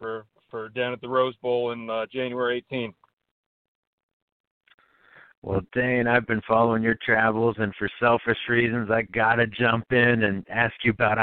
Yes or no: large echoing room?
no